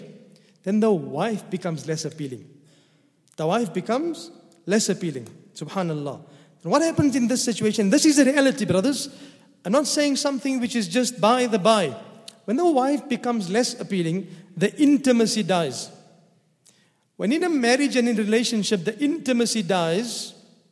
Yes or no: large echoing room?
yes